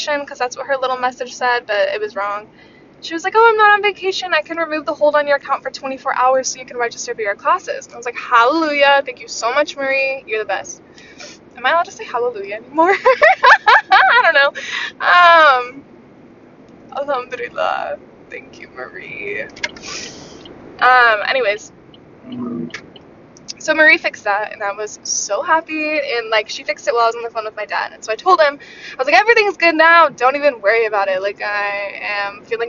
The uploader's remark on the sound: i almost got into three different car accidents while recording this episode.